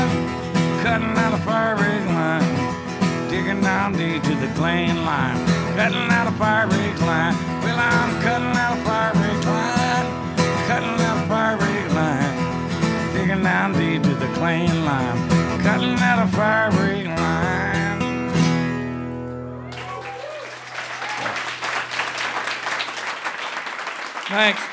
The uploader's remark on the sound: He performs a special solo set in front of a live audience at the Goose Island Tap Room in Chicago.